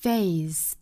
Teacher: 那它加上 ED 了尾部依然是要读成一个清辅音的样子